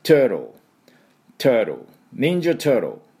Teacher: 途中の T の発音はほとんどアメリカ人は出さないので、 Turtle Turtle NinjaTurtle、この音になります。多分イギリス人が発音すると Turtle Turtle っていう音になると思いますが、ちょっと私これできないの、なかなかこのタートルだけね、どうしてもチョロって音になってしまいます、アメリカ人の音で。何度も聞いたんでね、忍者チョロだ。その音で発音していきましょう。